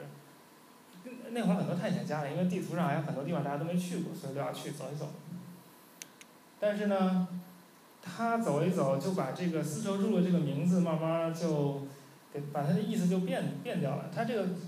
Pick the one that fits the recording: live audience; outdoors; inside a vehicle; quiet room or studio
live audience